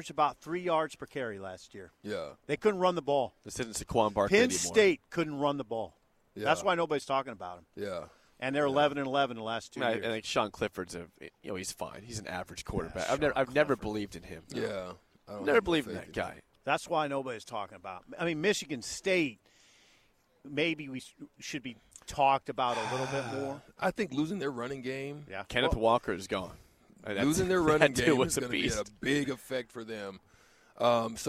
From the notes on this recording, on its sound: Big Ten Media Day live from Indianapolis. 93.7 The Ticket's coverage of 2022 B1G Media Days at Lucas Oil Stadium in Indianapolis.